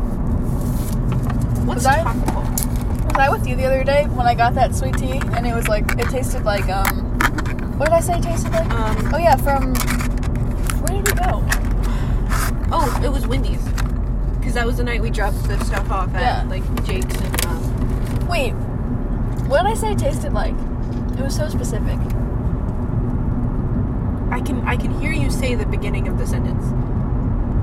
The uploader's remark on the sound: We talk about memories and go on random tangents while driving out of town until we’re lost.